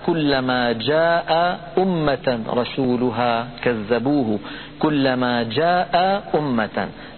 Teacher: جاء آخرها همزة مفتوحة وأمة أولها همزة مضمومة، فالتقى همزتان من كلمتين وهما مختلفتان بالحركة